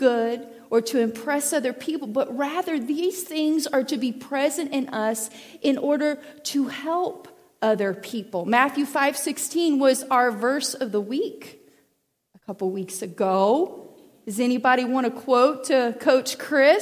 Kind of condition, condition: setting, large echoing room